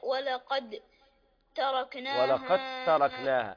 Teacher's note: وفجرنا الأرض عيونا فالتقى الماء على أمر قد قدر وحملناه على ذات ألواح ودسر تجري بأعيننا جزاء لمن كان كفر ولقد تركناها ولقد تركناها الدال لا تنطق تضغم في التاء